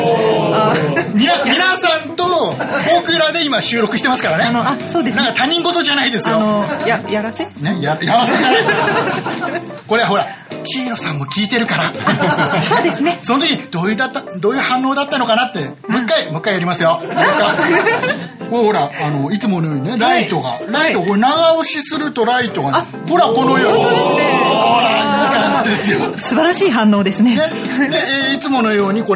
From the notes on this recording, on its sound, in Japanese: 公開収録イベントPodcastock2014。6月7日に行われて公開収録イベントの模様と裏話。